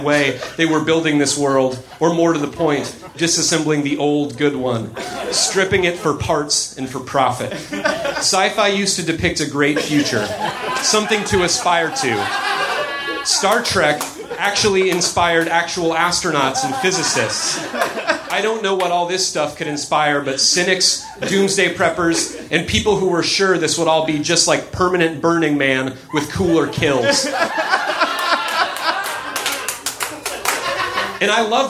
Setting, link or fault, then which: setting, busy venue